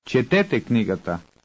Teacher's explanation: Second, replace the vowel ending of the verbs with ete. And third, place the stress on the first e of the ending ete